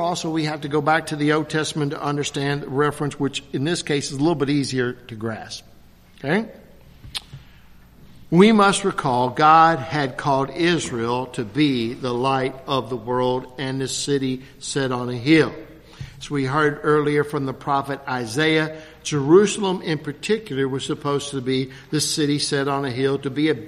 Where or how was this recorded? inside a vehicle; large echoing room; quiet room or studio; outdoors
large echoing room